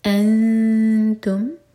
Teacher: نون كي آواز کو چھپائیں گے دو سیکنز کا ٹائم دیں گے اور تاكلي زبان تیار کریں گے. · Term: يخفى